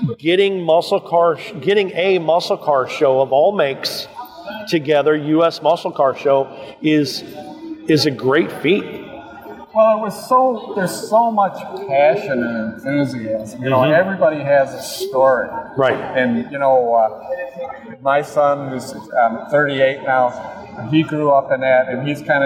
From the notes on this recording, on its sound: LIVE In The Racing Junk Booth At PRI. LIVE from the PRI floor. A HUGE THANKS to Racing Junk for hosting the Get Out N Drive Podcast in their booth!